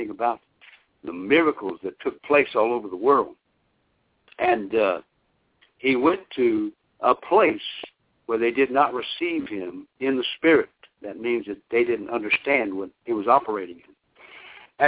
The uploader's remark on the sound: via conference call